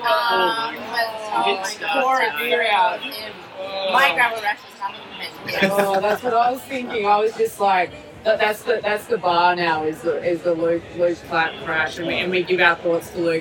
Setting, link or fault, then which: setting, busy venue